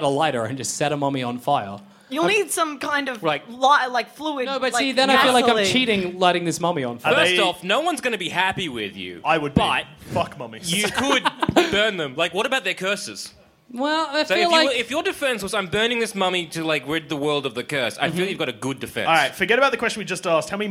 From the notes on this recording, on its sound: Why Haven't We Done a Vs Episode LIVE?! Our heroes climb onstage, shield their eyes against the lights, take a sip of their water.